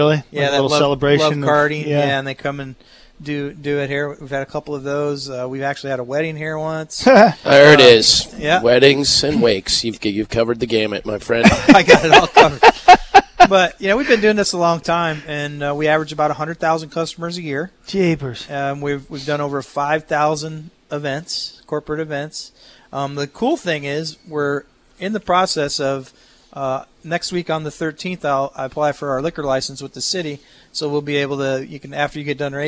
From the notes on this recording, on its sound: live from Pole Position Raceway in Grimes, Iowa